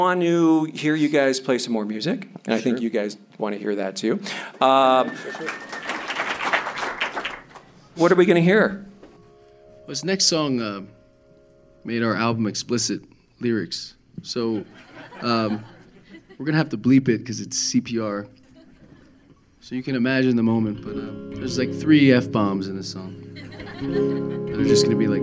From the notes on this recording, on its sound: It's an intimate live episode recorded in front of an audience of people in recovery at the Clocktower Cabaret in Denver.